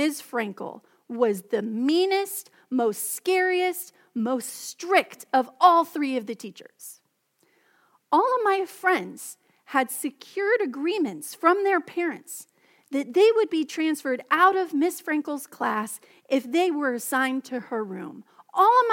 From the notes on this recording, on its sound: Message delivered during the Contemporary Service.